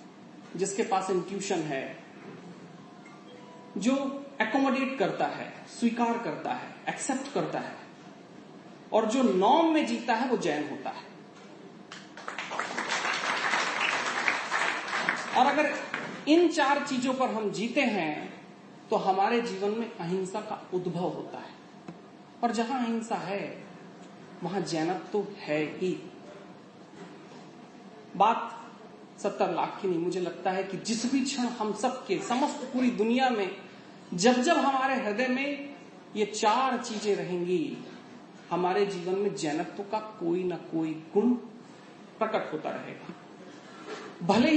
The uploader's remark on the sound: Delivered his speech during a Jain organisation convention on peace and prosperity in Goa.